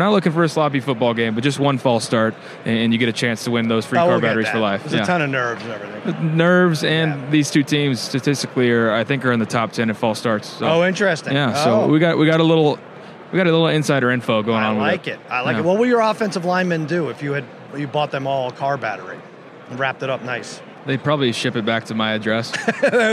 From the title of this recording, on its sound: Live From Radio Row